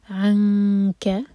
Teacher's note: جیسے ہم انگلش میں انکل کہتے ہیں نا، اس طرح سے عنک. عین لائٹ، کیف بھی لائٹ، اور اخفا کرتے وقت دو سیکنڈس کا ٹائم دیں